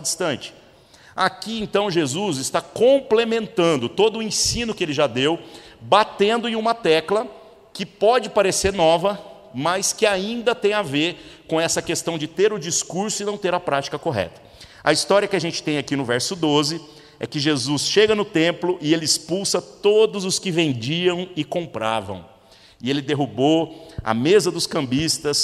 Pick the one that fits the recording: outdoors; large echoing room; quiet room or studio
large echoing room